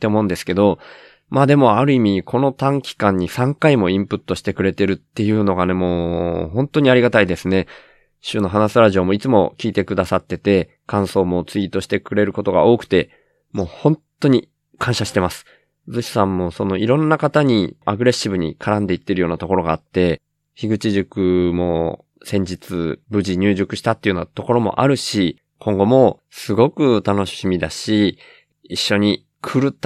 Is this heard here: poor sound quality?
no